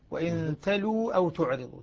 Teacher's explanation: تلو بواو واحدة مدية قبلها لام مضمومة